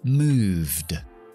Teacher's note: No pronuncio la E, pronuncio la D porque va después de la V, que V es sonoro. Move, v, v, vibrando, moved.